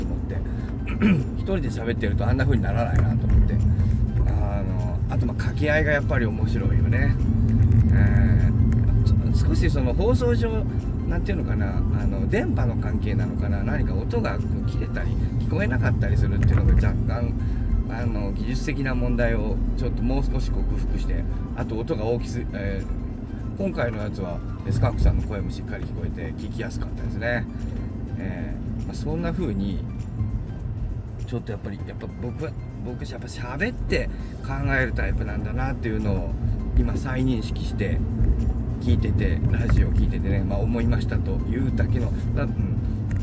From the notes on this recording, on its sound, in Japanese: 今日はバックヤードじゃなくて車の中。